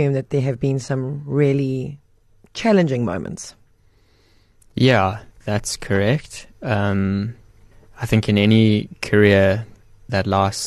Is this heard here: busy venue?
no